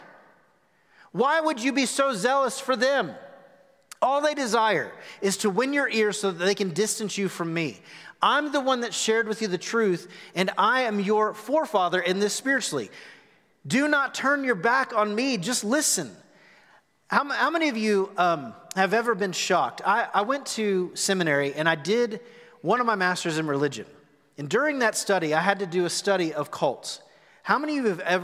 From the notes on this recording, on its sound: Recorded live at The Fellowship on March 21, 2021.